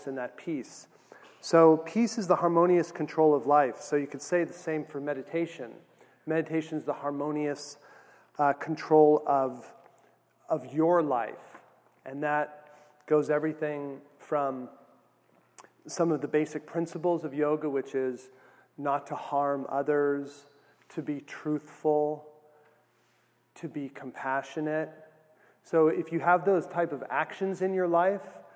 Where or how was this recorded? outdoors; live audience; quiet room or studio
live audience